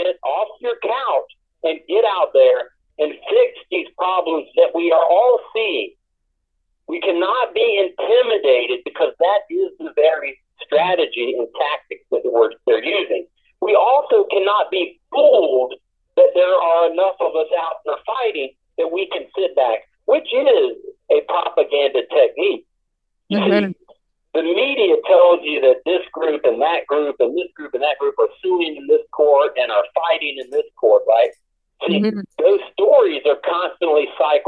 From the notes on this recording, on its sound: able to phone in from his prison cell